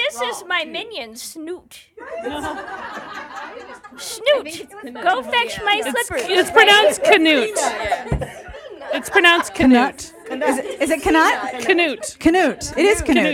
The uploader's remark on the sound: Live Show at RT. At the Romantic Times BookLovers Convention in Atlanta! We had wine, snacks, and a room full of somewhat tired and entirely awesome podcast fans.